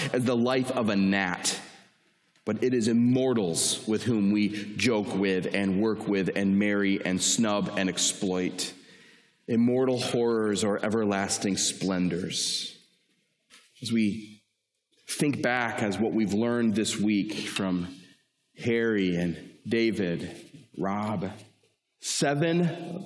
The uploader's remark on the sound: Talk originally delivered to the student body of Cedarville University.